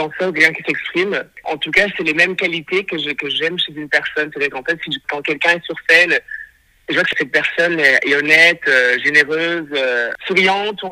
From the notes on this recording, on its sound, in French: Cet épisode a été enregistré par téléphone.